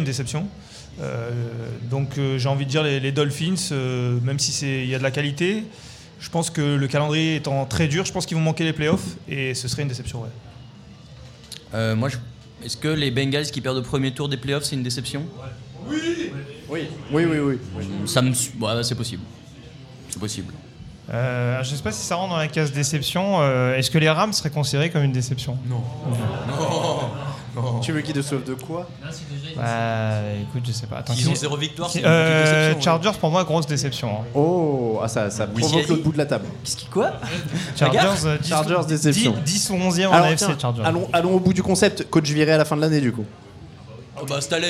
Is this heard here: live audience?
yes